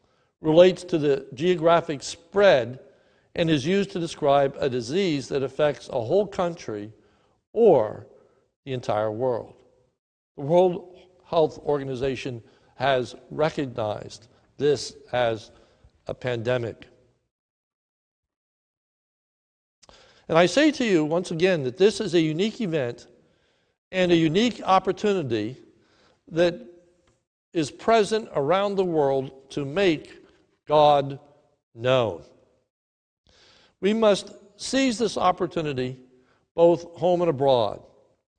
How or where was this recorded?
large echoing room